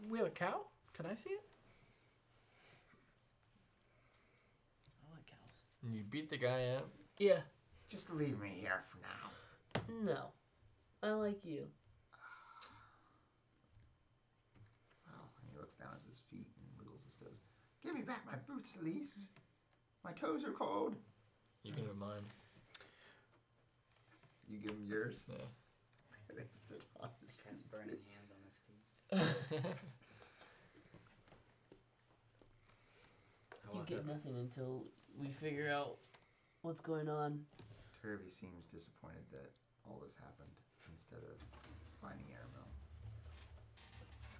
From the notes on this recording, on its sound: Our software had an error and this episode wasn&#8217;t recording correctly. Our software had an error and this episode wasn’t recording correctly. This is what we could get from the corrupt files.